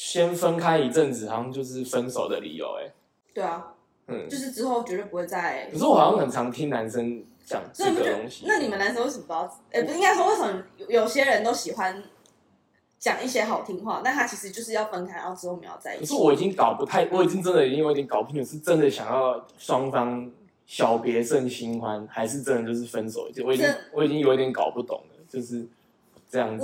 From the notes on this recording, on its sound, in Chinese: 請多包容音質問題喔~ 錄製當下沒發現有回音、聲音過小的問題QQ。